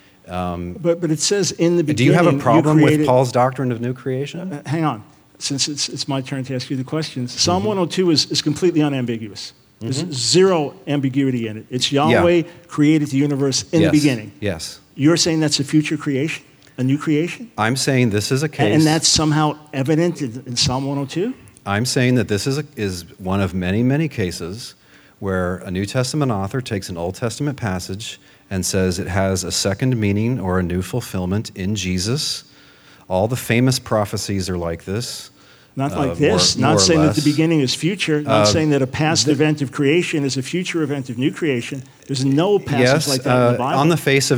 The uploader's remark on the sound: Questions from the Audience.